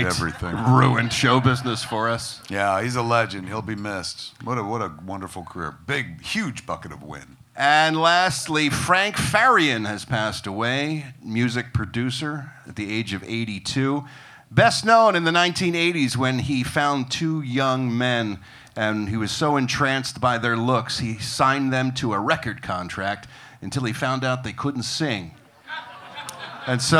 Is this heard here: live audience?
yes